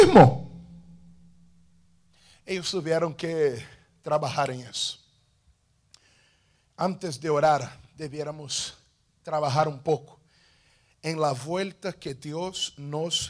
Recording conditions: large echoing room